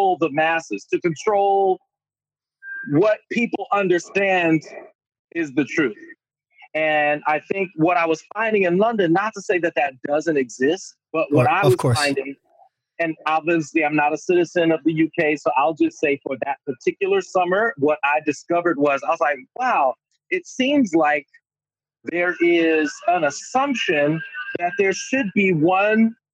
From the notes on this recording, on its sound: From Studio City, LA. Recorded via Zoom. Studio facilities provided by irishvoiceovers.co.uk.